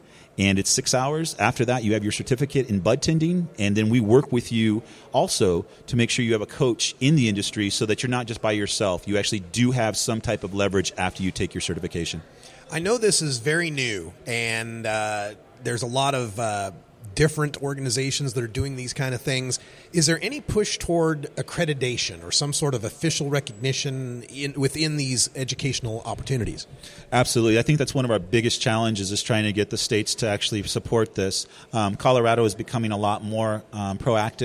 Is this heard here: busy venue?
yes